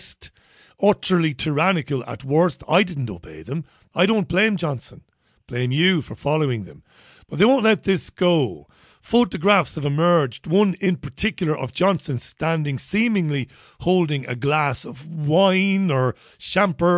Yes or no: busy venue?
no